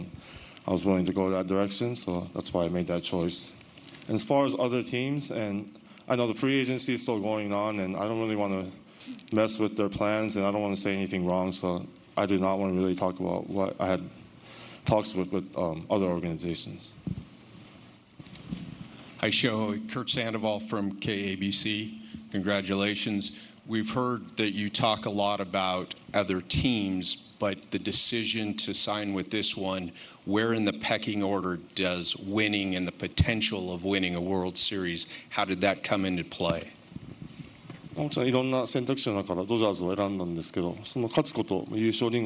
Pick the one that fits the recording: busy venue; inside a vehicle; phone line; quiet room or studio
busy venue